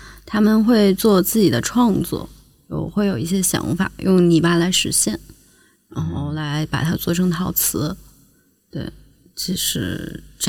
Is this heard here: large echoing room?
no